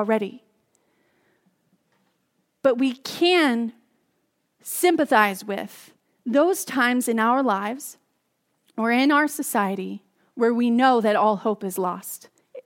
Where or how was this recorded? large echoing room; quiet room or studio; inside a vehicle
large echoing room